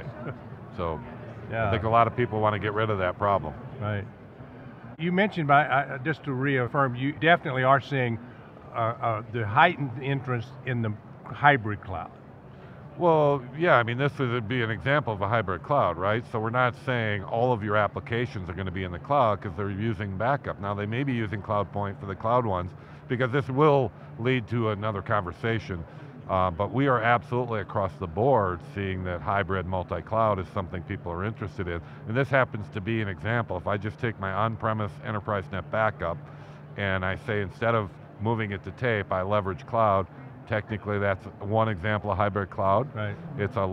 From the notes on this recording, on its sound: live from the Microsoft Inspire conference